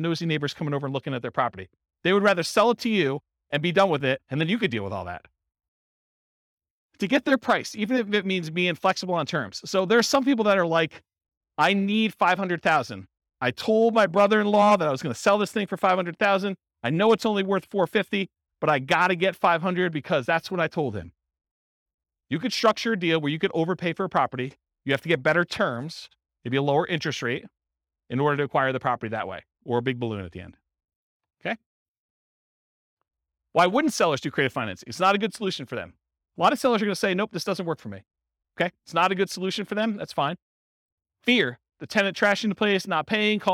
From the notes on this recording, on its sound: Real estate entrepreneurs in Elgin, Illinois. This was a live class recorded to give investors a solid qualitative overview of all the different real estate investing strategies.